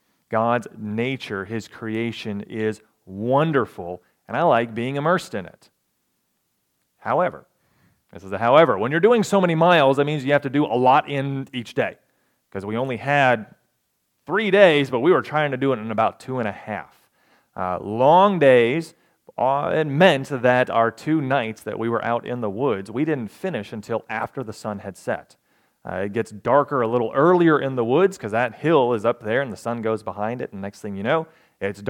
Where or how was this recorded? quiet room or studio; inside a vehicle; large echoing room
large echoing room